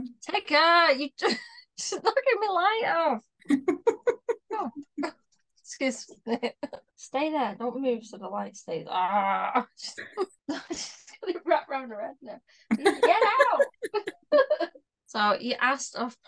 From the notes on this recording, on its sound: We had a lot of technicalities when recording this pod